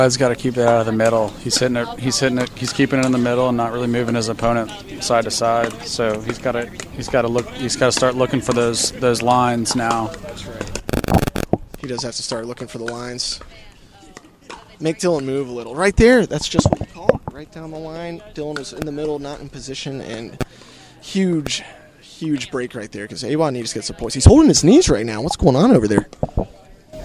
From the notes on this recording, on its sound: live from the PickleBOO pickleball tournament